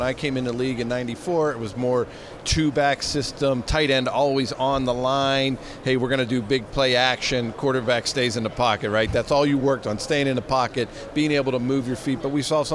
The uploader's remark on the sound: Extra Point live from Super Bowl Radio Row.